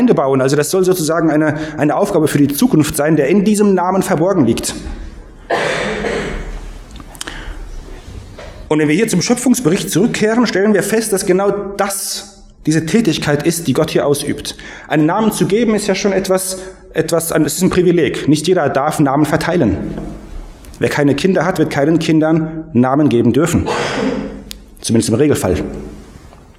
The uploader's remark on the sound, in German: Predigt aus dem Gottesdienst